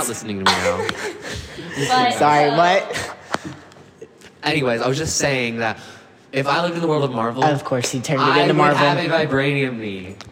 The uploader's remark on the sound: We'd also like to apologize for the echo! Since this is a starting podcast, the sound quality isn't the best!